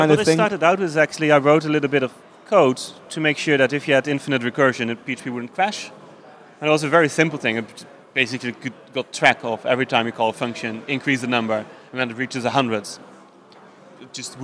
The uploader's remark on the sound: at PHPBenelux Conference 2016